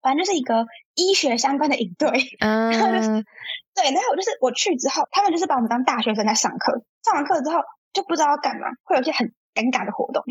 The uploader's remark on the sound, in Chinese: 本集為遠端錄音，如影響收聽體驗敬請見諒